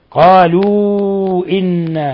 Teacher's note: قالوا إنا مد منفصل مد من 4 إلى 5 حركات